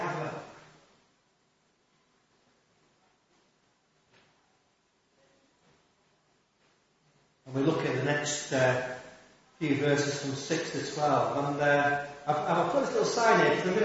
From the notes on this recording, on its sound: Apologies for poor quality of recording